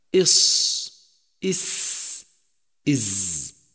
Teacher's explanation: ترتيبها أولا الصاد، فهي أدخل أي أبعد عن طرف رأس اللسان، ثم السين متوسطة، ثم الزاي فهي أخرج أي أقرب إلى طرف رأس اللسان. هذه الحروف 3 الصاد والزاي والسين تسمى الحروف الأسلية، لخروجها من أسلة اللسان، أي ما دق من طرف رأسه، وتسمى أيضا حروف الصفير، لخروج صوت عند النطق بها يشبه صوت الطائر، فيكون صوت هذه الحروف هكذا: إص إس إز.